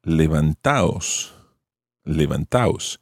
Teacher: to help with pronunciation, you take out the D, and levantados becomes levantaos